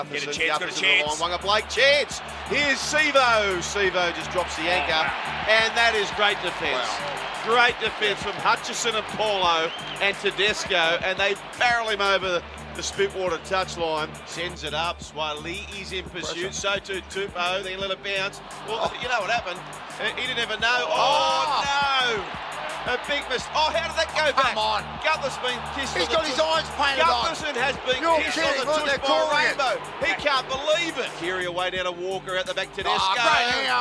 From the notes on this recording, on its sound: Live from Allianz Stadium in Sydney